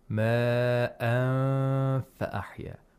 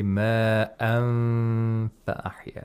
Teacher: The sound should not be completely nasalized. · Shown in: first take